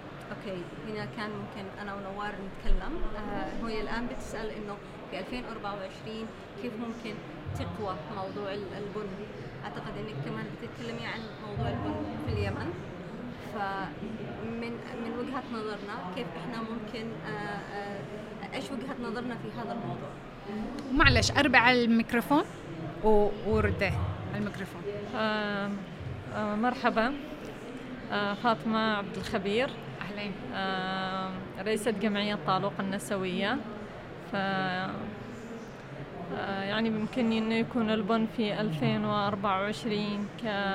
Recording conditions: busy venue